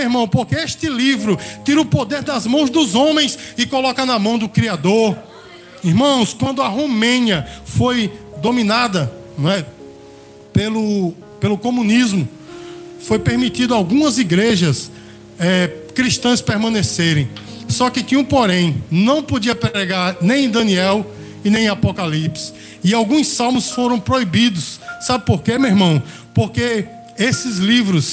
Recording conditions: large echoing room